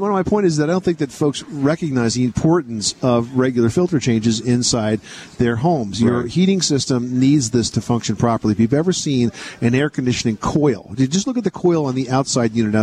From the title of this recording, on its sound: We are coming to you from The National Hardware Show in Las Vegas